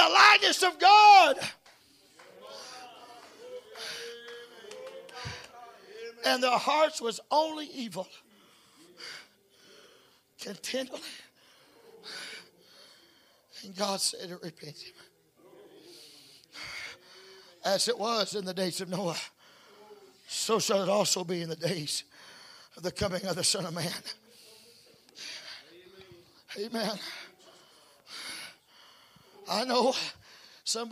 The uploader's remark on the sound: Preaching at Cunningham Holiness fellowship meeting. Broadcast on Echoes of Holiness Radio.